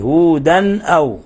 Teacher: تنوين فتح جاء بعده الهمز، الحكم التجويدي إظهار حلقي